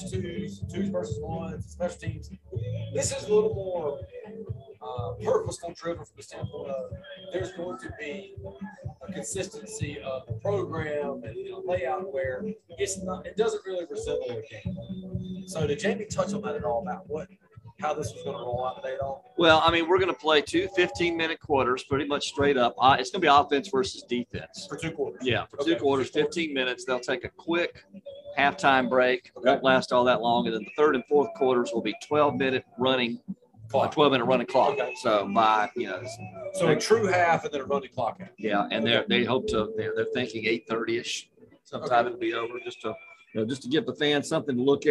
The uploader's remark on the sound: live at the Spring Game!